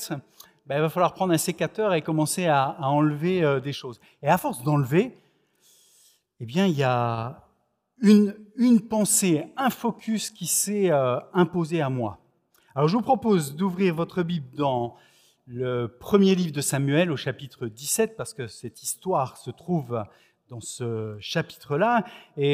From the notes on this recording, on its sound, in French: Enregistré à l'église CVV, le 25/07/2021